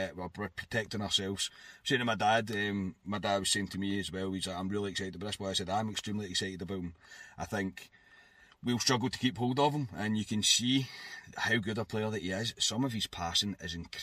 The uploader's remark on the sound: brings reaction from the car